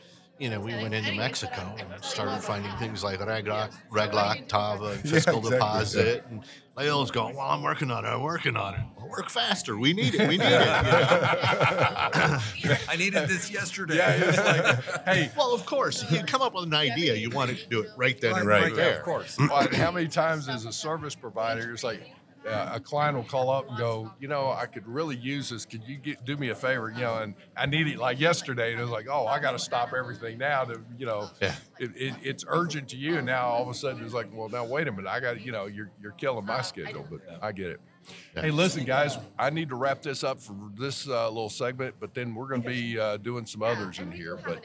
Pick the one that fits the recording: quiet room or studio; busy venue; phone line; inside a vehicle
busy venue